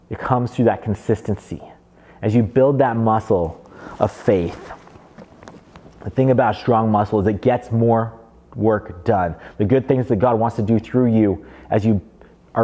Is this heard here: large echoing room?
yes